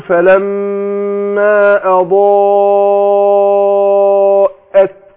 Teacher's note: مد متصل لاتصال حرف المد بالهمزه في كلمه واحده